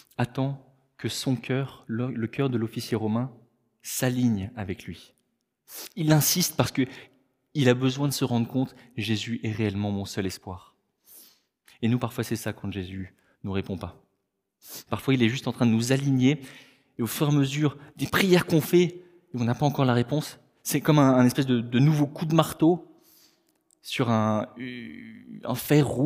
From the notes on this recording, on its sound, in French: Enregistré à l'église CVV.